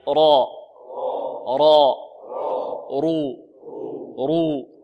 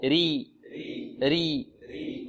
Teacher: ونحن قلنا إن الراء المفتوحة والمضمومة ما حكمها؟ التفخيم. والمكسورة حكمها الترقيق